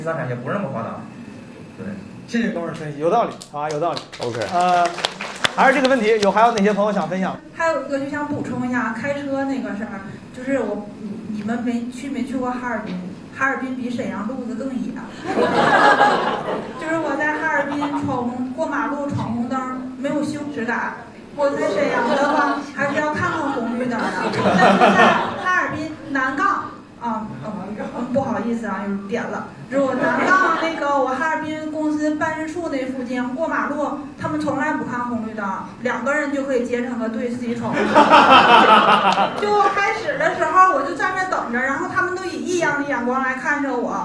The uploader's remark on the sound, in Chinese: 这两期是同一次录制，因为音频时长过长，我们分成了上下两期。在大风天喜剧的剧场录制。